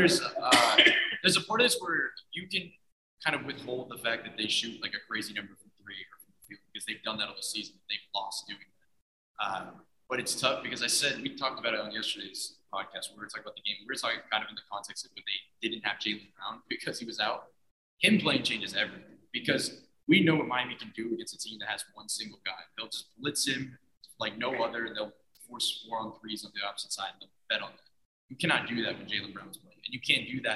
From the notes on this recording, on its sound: Our apologies for the shaky audio on this one. Recording on-location after our watch party at Tropical Distillery.